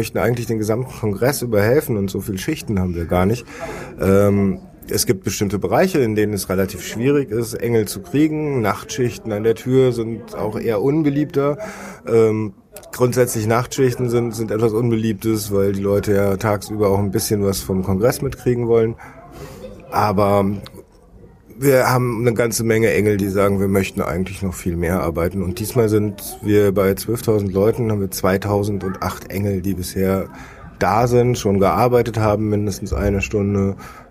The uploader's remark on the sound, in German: Chaos Communication Congress Wir waren auf dem 32C3 und haben jede Menge Interviews aufgenommen.